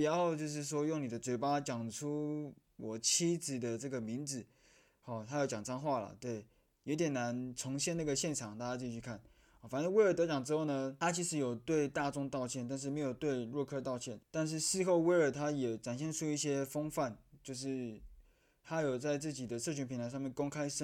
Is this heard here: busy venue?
no